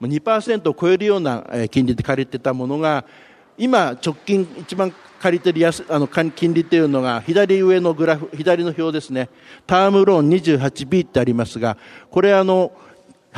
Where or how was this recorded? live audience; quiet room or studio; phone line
live audience